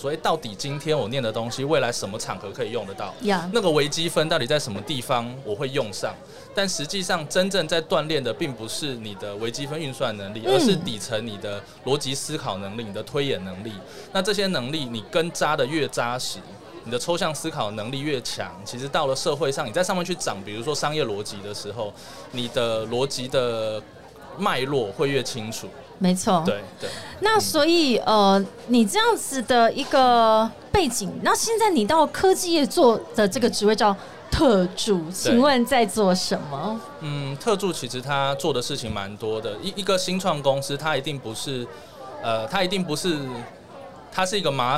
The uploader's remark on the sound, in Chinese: VISION 2022 臺大校園徵才博覽會-Live Podcast